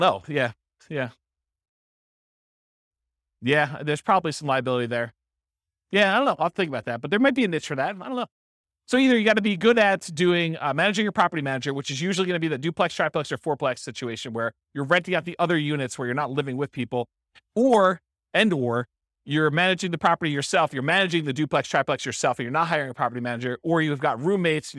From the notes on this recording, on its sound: This was a live class recorded